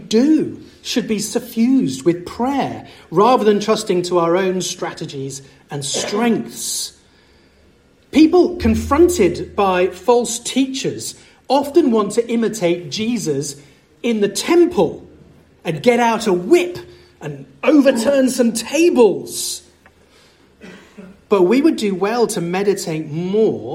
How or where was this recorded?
large echoing room